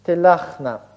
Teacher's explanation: под ударением восстанавливается «а», появляется гласный «а»